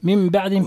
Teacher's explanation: النون عند الباء تكررت حكمها الإقلاب كما بينا